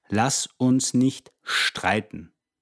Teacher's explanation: I know it's spelled STREITEN, but we add a sh sound to it.